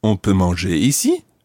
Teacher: Raising your voice at the end.